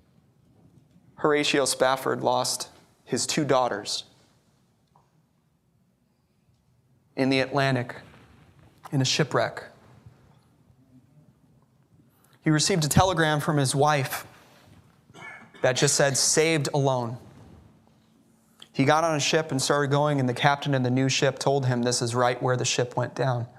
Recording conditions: large echoing room